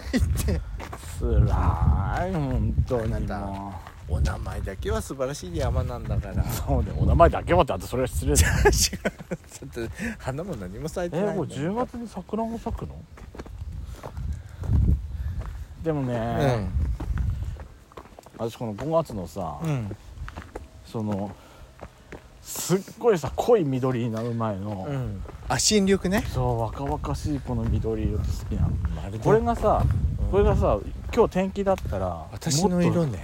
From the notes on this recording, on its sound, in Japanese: 山登りをしながらの収録も久しぶりですが、周りに人がいないのをいい事にいつものエクストラより声大きめで話せてます(^-^)v 自由です。ハイキング…というより、ちょっとした山登り。ロケ収録。